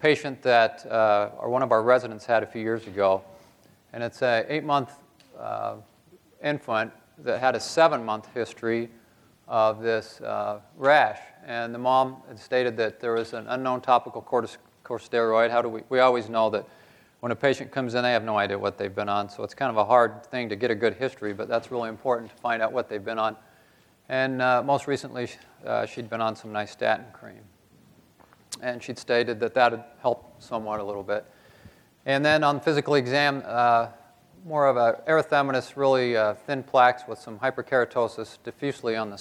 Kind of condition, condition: setting, live audience